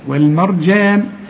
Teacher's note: الراء هي هنفخمها والجيم هنرققها